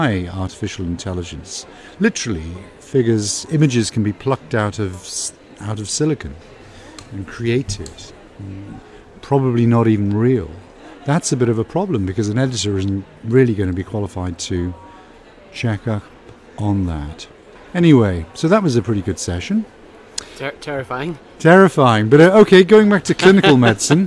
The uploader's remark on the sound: Live from ECCMID 2023.